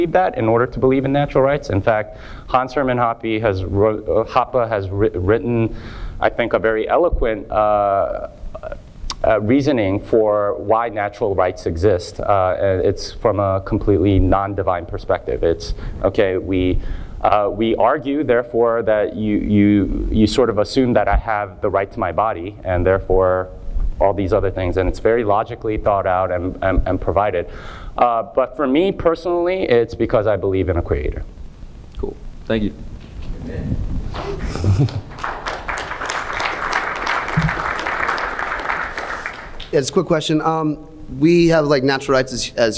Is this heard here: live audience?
yes